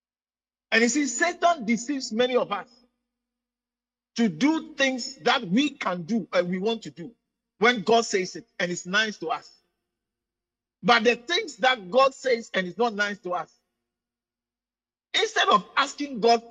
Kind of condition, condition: setting, large echoing room